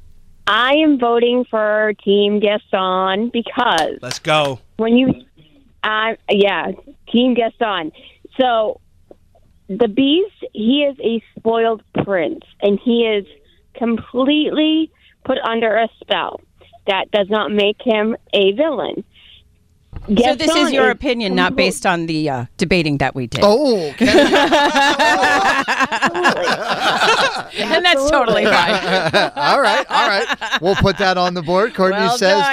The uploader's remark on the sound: We let the listeners call in and decide our winner!